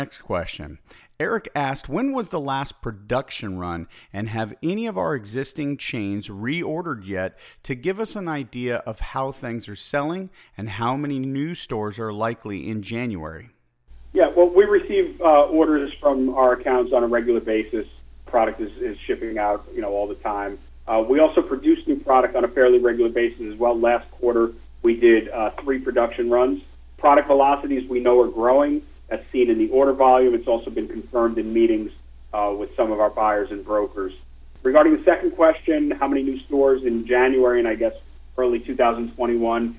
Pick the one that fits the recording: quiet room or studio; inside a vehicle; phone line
phone line